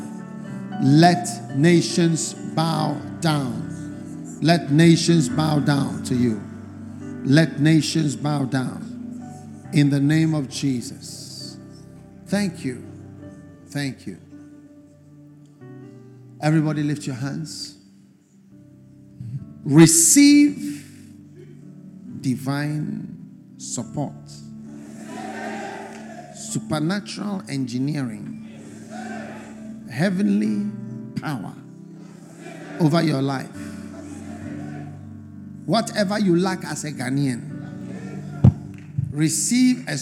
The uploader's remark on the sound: Preached At The First Love Centre, Accra, Ghana